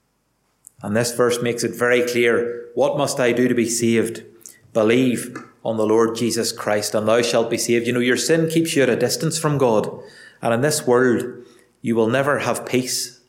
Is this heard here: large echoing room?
yes